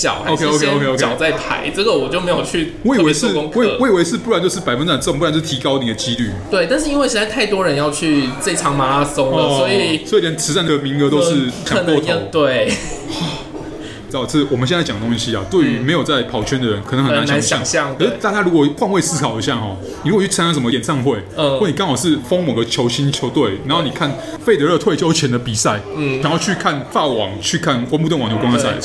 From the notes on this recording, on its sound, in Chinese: 本集白噪音指數：蚊風級 1/5。錄音地點： 齊客咖啡 The Gathering Cafe。